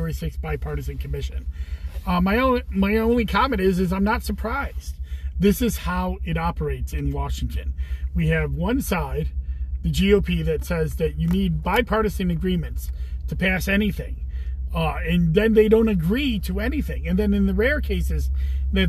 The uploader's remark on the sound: Commissioner in a Car. I also take live questions from FB.